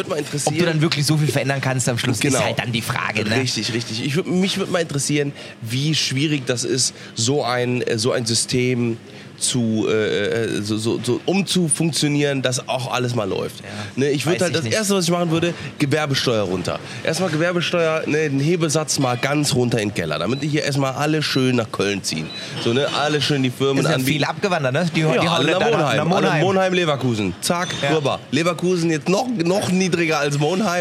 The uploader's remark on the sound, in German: Wir sind heute in einem der renommiertesten Fine Dining Restaurants aus Köln. IHR seid live bei der Gönnung in der Hansestube dabei. Hotel Excelsior und der Hansestube in Köln.